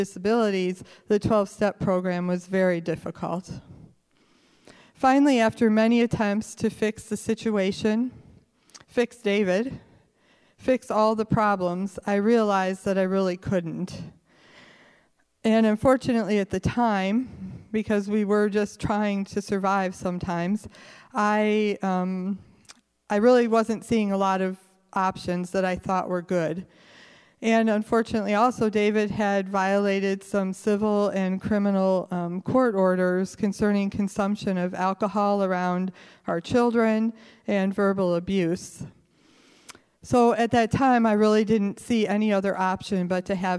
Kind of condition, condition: setting, live audience